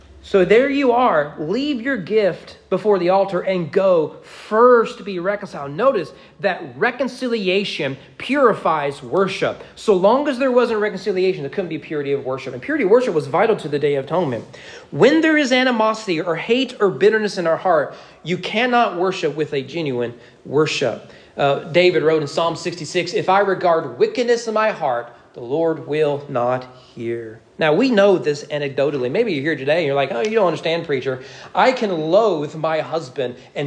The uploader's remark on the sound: Sermon preached at East Frankfort Baptist Church at East Frankfort Baptist Church during morning worship.